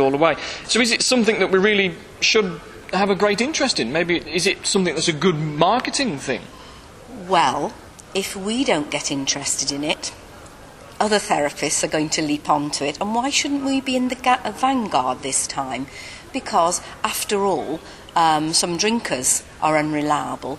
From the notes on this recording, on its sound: at the 2nd Annual International Hypno-psychotherapy Conference 2010